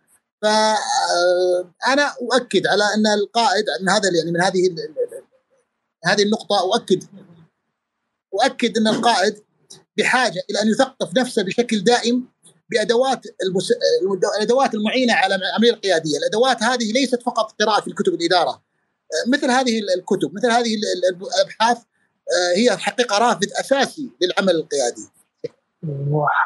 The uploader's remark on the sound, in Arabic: تسجيل لمساحة ابن رشد الأسبوعية على منصة تويتر